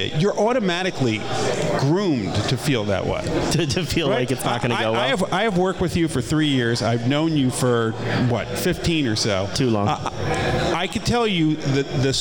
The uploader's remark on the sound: Live at TBS